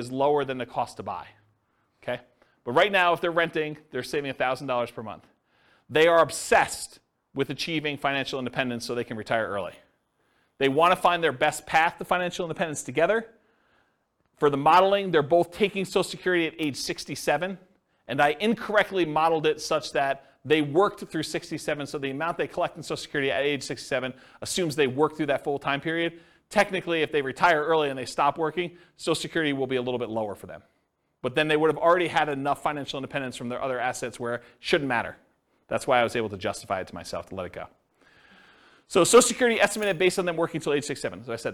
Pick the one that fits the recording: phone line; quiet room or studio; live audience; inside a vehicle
live audience